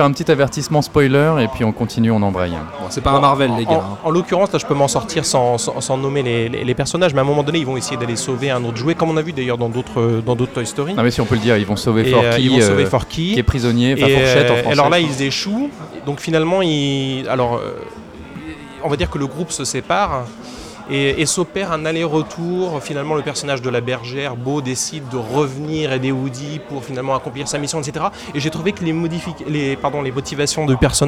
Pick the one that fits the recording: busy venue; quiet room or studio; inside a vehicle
busy venue